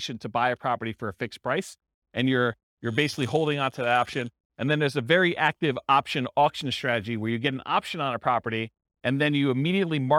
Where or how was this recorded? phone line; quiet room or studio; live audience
live audience